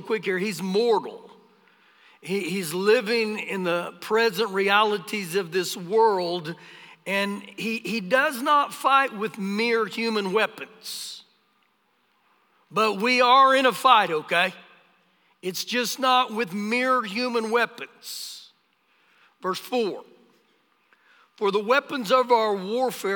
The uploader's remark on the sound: Recorded live during our Sunday morning service on 04-18-2021